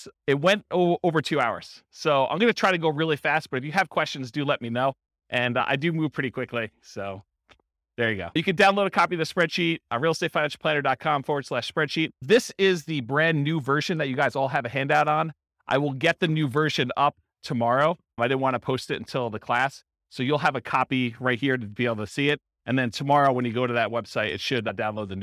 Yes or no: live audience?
yes